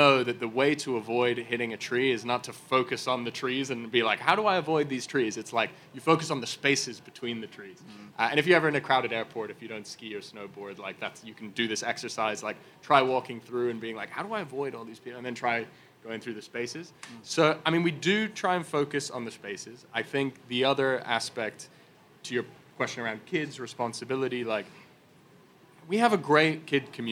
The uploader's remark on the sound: live from the Google Assistant Playground at the Consumer Electronics Show (CES) in Las Vegas